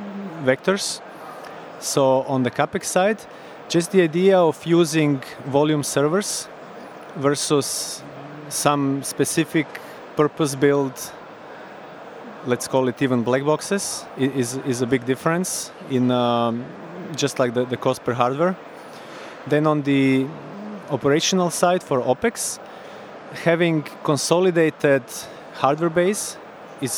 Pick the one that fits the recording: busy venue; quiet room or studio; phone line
busy venue